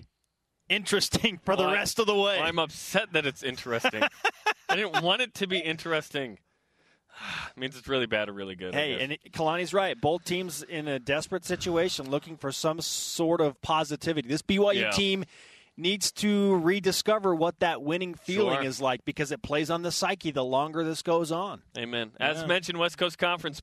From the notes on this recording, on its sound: BYU Sports Nation is live from the Orleans Arena in Las Vegas for WCC Basketball Media Days!